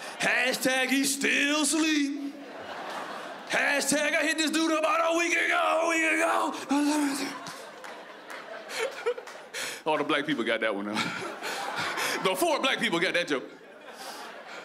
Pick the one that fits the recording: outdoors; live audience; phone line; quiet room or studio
live audience